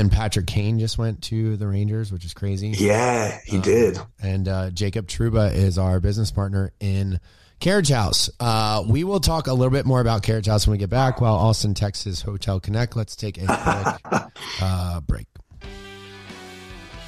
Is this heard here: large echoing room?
no